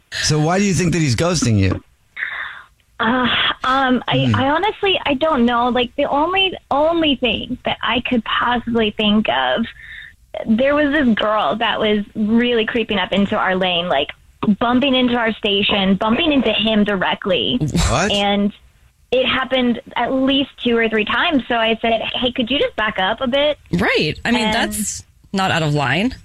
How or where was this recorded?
phone line